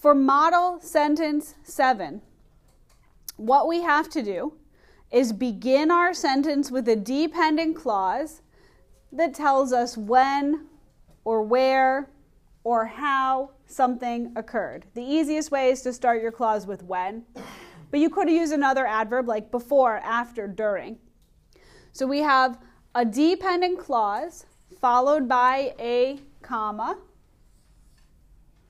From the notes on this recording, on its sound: Recorded in class on 11/5/19